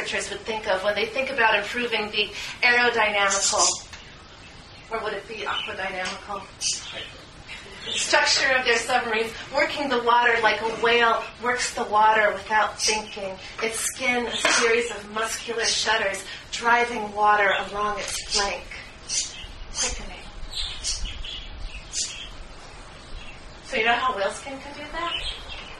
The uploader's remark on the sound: Came back into town in May of 2009 for a special reading at The Poetry Motel.